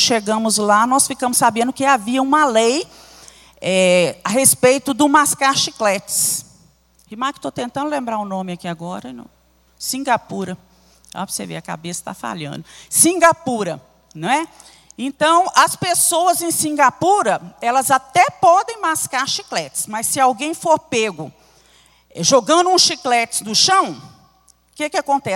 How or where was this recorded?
large echoing room